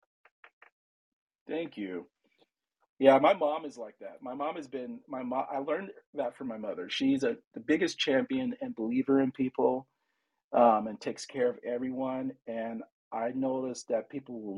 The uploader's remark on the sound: This episode was originally recorded live on 10/20/2023 in the VersaVision room on Clubhouse.